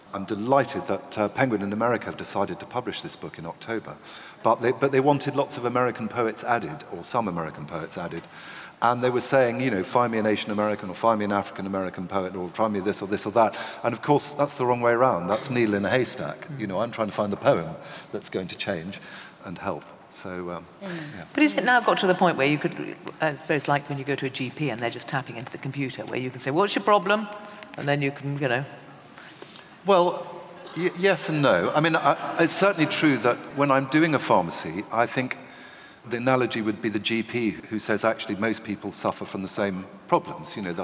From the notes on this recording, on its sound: This event was recorded on the 2nd March 2018, in London